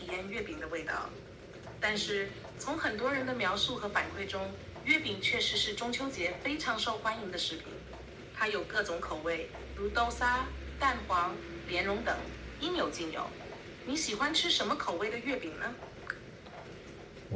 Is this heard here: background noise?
yes